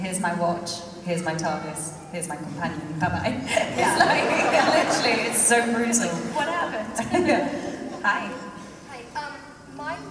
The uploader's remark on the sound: We are live from Planet Comicon 2016 in Kansas City! Had a fantastic Q and A panel and we have the audio for you.